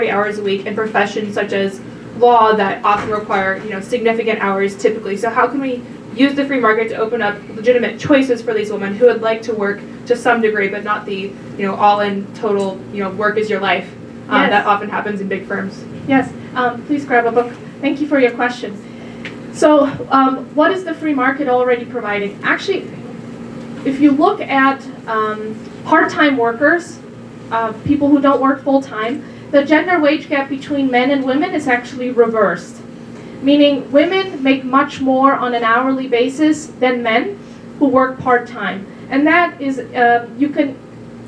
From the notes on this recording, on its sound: Her remarks were recorded at the DC Women's Summit in Washington on June 28, 2019.